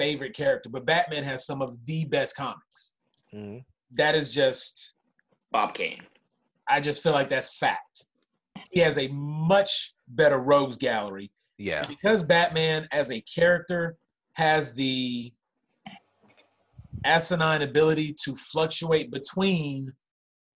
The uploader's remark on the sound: on a Zoom call